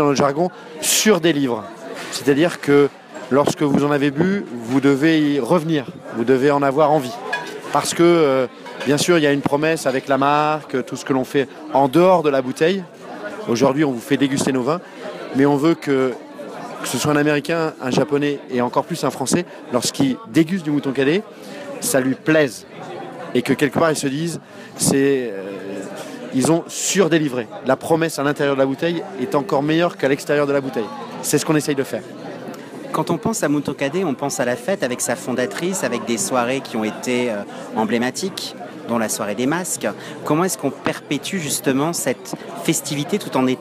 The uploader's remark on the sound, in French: Terrasse Mouton Cadet - Cannes 2016